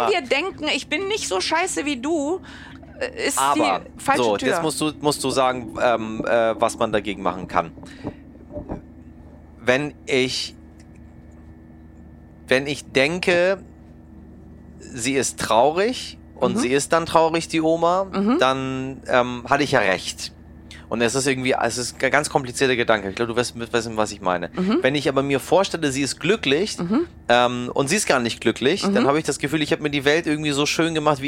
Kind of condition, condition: setting, inside a vehicle